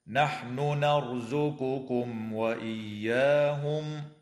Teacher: تظهر النون عند النون من قبيل المتماثلين الكبير في قوله تعالى: نحن نرزقكم، وتظهر الميم الساكنة عند الواو في قوله تعالى: نرزقكم وإياهم.